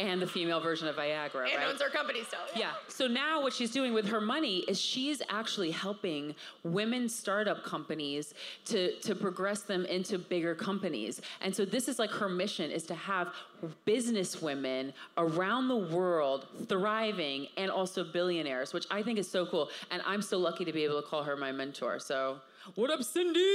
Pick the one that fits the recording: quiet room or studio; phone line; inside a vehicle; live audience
live audience